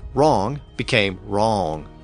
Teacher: that traditional tendency of Southern accents to stretch out vowels